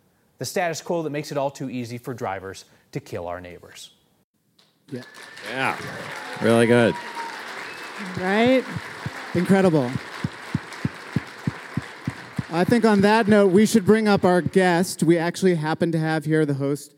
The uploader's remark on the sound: Live in Denver! For our first live episode, The War on Cars heads to Denver, Colorado. At the Moving People Forward Conference in Denver, Colorado presented by Bicycle Colorado.